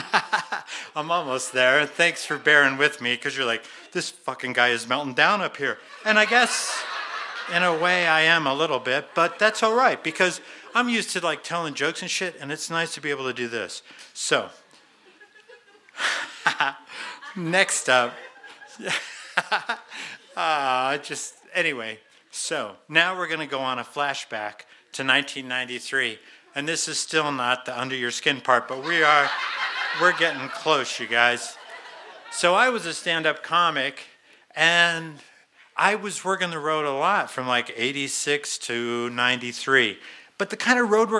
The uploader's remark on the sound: in front of our live audience on 15 November 2017 at Buntport Theater in Denver, Colorado